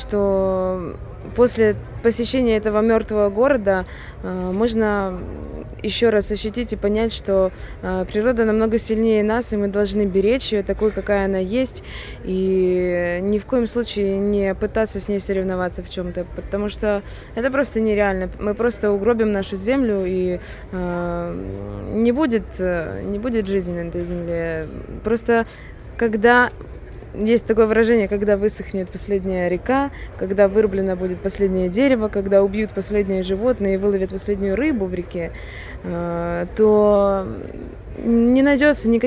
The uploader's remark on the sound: ESC Radio live from Oslo